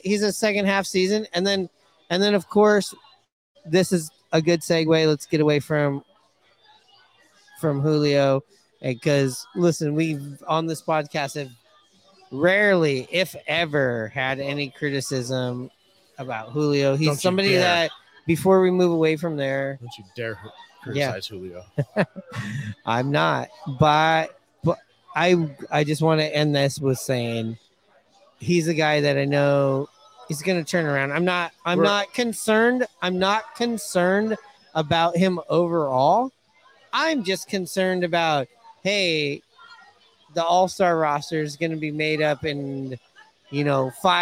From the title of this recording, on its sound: Live from Hooverville Bar!